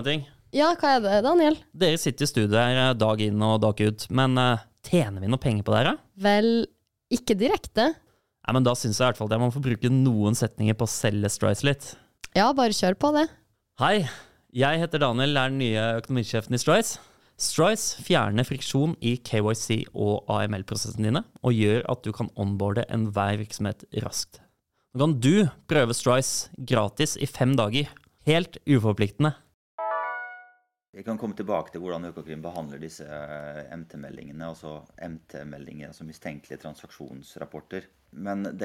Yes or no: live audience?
no